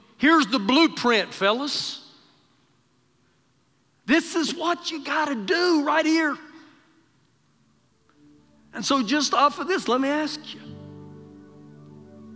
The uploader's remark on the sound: Recorded live during our Sunday morning service